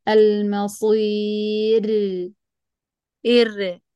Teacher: أيوة طبعا، أن كونها مرققة هي يعني لازم، بس مجهورة، هي مرققة بس مجهورة الراء، ما فيها بطلع صوتها